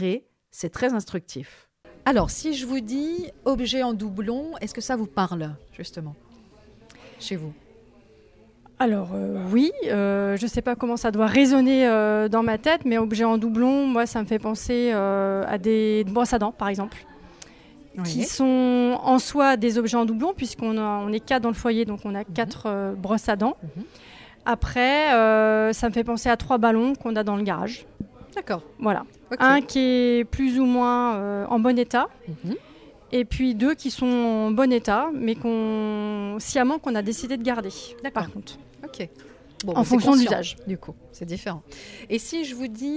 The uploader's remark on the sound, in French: J’ai tendu le micro de Radio P.O. Cette interview a été enregistrée le 27 mars dernier à Angers au siège de l’ADEME dans le cadre d’une Journée Portes Ouvertes à l’occasion des 30 ans de l’ADEME. Nous y avions animé un stand sur le home-organising.